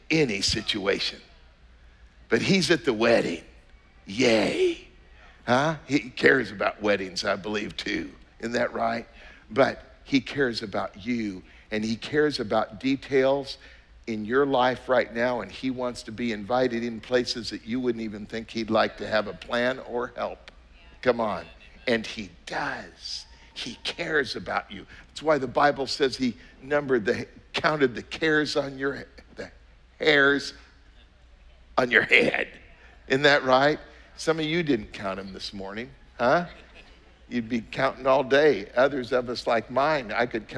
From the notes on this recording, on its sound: was preached on October 24th at the 11:30AM service